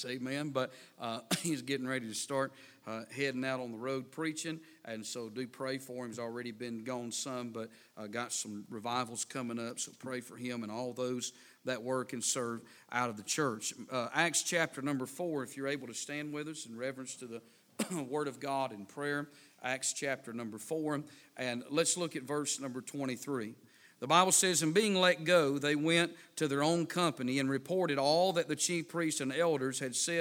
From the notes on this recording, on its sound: A sermon preached Wednesday Evening